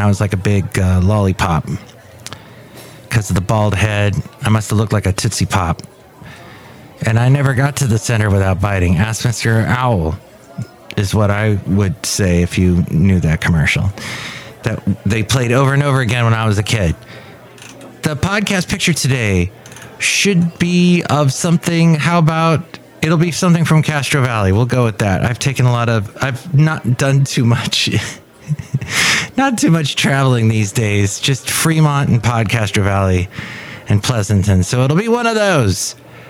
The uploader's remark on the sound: podcasts live from Café Anyway